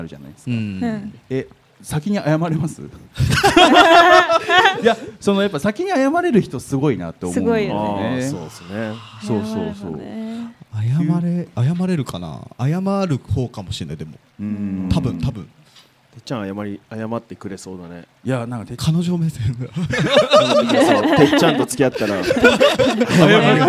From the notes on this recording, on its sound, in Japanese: 公開収録（前編）。先日、大盛況のなか終演した公開収録の様子を編集してお送りします。